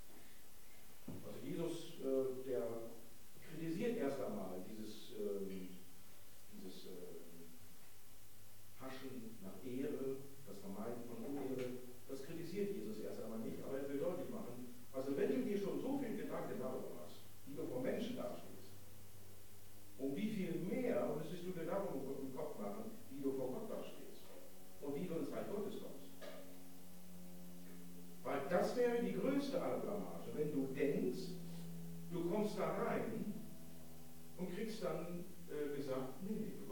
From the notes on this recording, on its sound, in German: Tag 3 von 3 der Evangelisation 2019. Die Predigt liegt uns leider nur in schlechter Audioqualität vor. Ab Minute 25 wird es etwas besser.